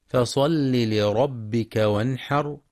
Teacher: ومن الخطأ أن تقرأ فصل بمد اللام بالياء فصلي، والصواب كسرها فقط، لأنه فعل أمر مبني على حذف حرف العلة، كما يراعى